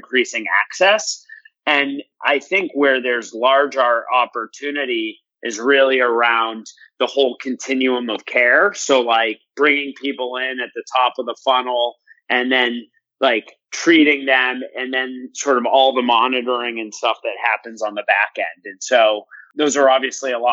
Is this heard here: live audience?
no